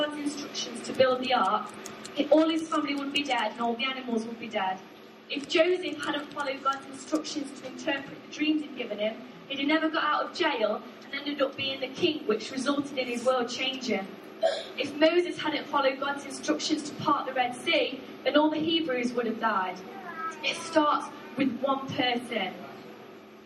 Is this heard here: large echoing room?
yes